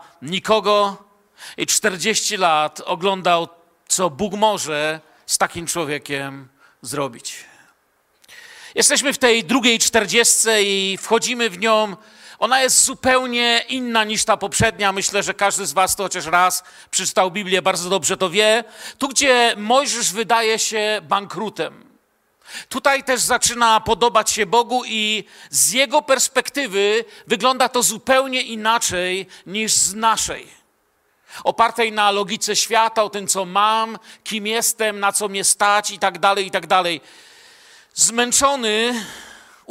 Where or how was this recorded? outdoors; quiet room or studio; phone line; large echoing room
large echoing room